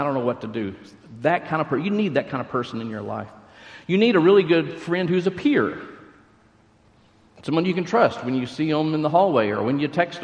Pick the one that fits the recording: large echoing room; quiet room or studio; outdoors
large echoing room